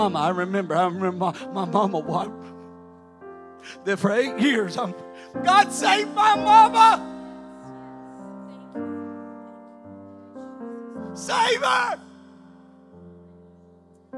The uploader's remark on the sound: During our Sunday evening gathering. During our Sunday evening gathering.